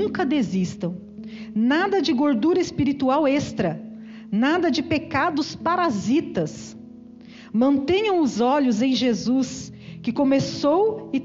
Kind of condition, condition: setting, large echoing room